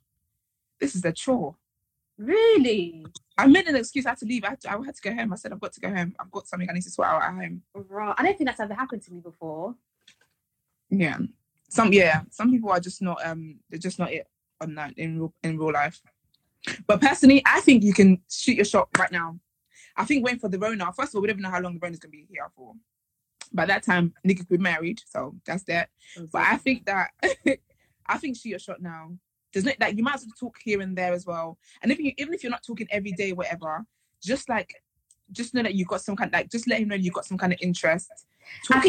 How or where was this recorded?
video call